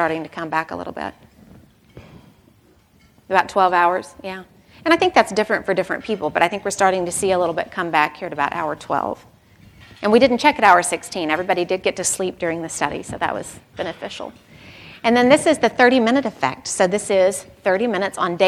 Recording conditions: live audience